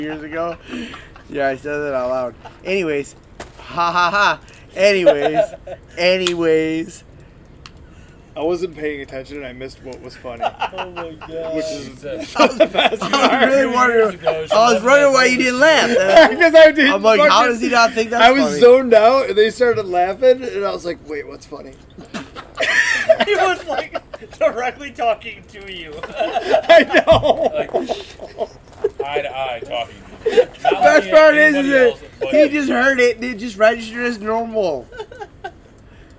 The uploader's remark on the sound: This is 2 separate recordings sandwiched into one episode. Both recorded during our Ohio public land turkey hunt.